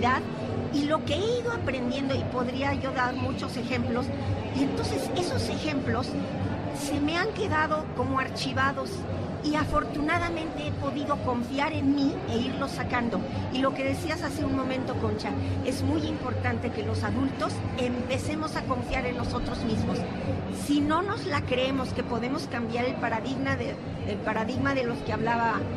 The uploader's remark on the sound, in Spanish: Desde El Festival Del Adulto Mayor 2022. Este sábado transmitiremos en vivo desde el WTC en el marco del Festival del Adulto Mayor.